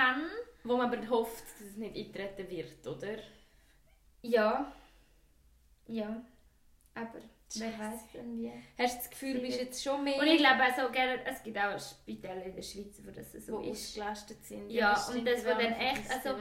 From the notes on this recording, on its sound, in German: Entschuldigend drum di bitz schlechter Ton-Quali. Dass mr bitzli Ziit burcht hend zum üs finda am Afang.